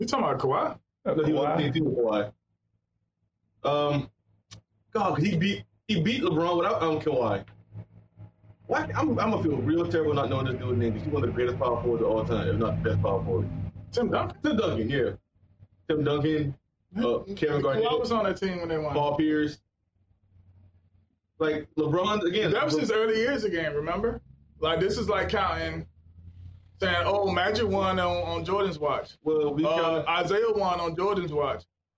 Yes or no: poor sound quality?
yes